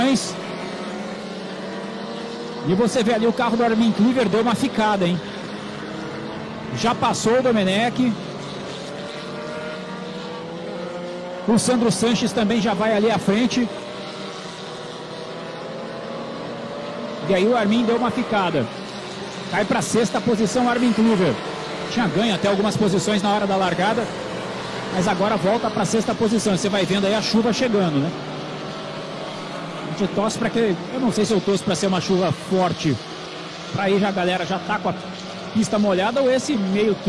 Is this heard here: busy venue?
yes